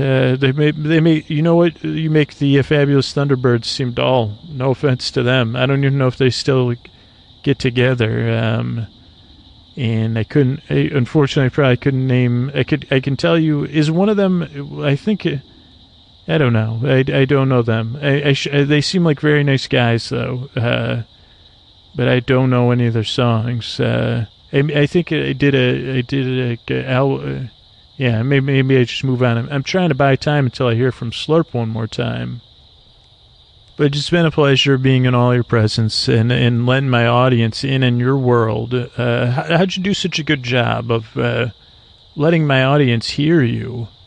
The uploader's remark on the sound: On Location. An ambient episode recorded on the edge of dusk in Florida. Listen and comment on the sounds of the swamp.